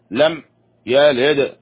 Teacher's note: لم يلد لم هنا تمسك الميم جيدا ولا تقلقل، ليس لم خطأ. لم يلد، الدال هنا تقلقل. يلد ليس يلد، يلد خطأ.